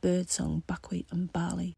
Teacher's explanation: the plosive sounds of the letter B in birdsong, buckwheat and barley are bullets leaving the lips